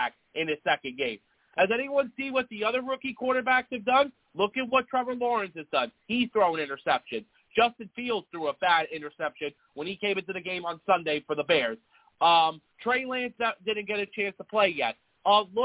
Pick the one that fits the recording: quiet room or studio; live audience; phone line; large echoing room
phone line